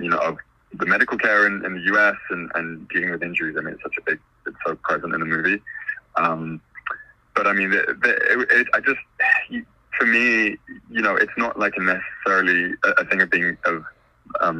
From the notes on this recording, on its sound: This interview was done over the phone